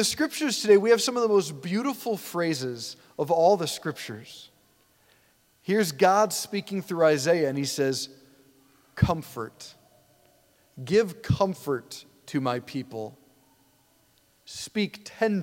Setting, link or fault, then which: setting, large echoing room